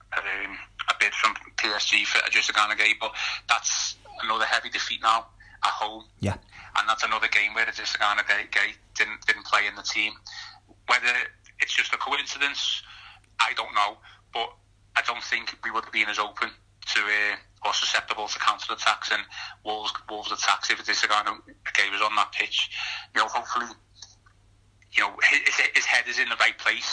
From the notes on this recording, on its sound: Picks up the phone to season-ticket holder. With every word the Blues boss had to say in his press conference after the game.